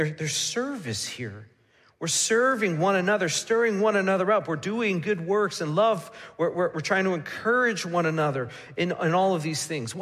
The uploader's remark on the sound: Midland Evangelical Free Church Sermon Audio